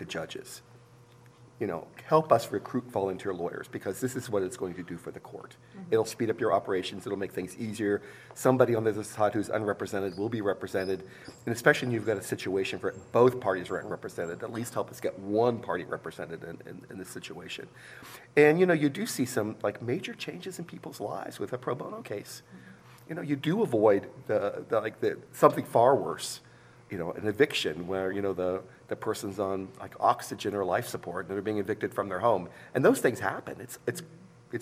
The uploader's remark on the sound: This episode is part two of a three-part recording at the 2023 Annual Meeting.